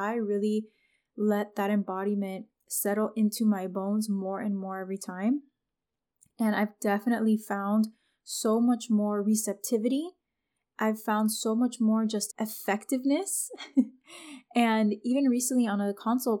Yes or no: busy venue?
no